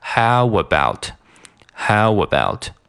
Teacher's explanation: 的一个状态，变成了一个，呃，一个张开的状态。那这一，这一紧一张就形成了一个音。假如这个过程中你的腹腔一直在提供气流的话，那自然而然地会产生了一个“哇，哇”。你可以感受一下，“哇，哇”就是一个从嘴、从收紧到放开的一个过程。所以说我们就直接在这两个单词中间，人工的、人为的啊，直接加入一个“哇，哇”这样的音